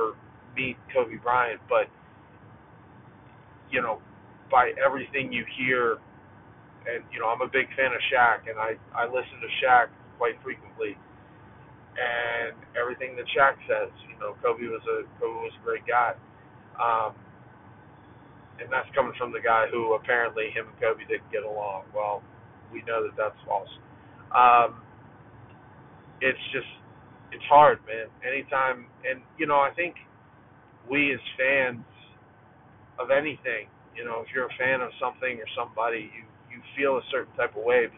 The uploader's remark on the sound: This episode was recorded in my car while driving so I apologize about the audio.